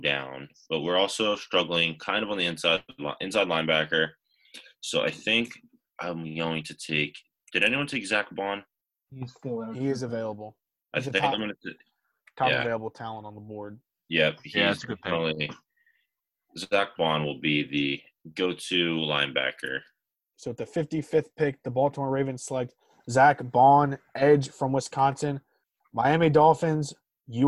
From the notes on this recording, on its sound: This was recorded using Zoom, hence why audio quality is not great and occasionally cuts in and out.